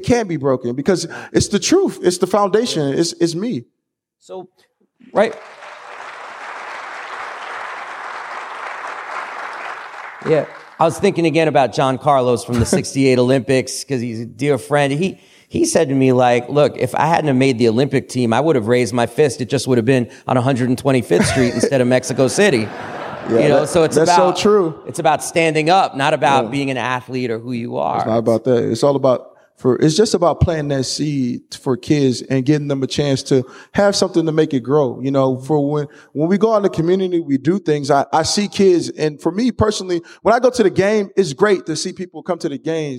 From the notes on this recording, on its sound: LIVE in Seattle. In front of over 800 people at Town Hall Seattle.